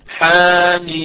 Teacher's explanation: هي من حروف حي طهر، إذا هي المد الطبيعي حركتين فقط تكلمنا عنه ماضيا، نقول حا فقط حركتين. ميم، ميم اللي هي الام هذه من حروف نقص عسلكم، نقص عسلكم، إذا من حروف نقص عسلكم فيها مد طويل ست حركات وهو مد لازم حرفي.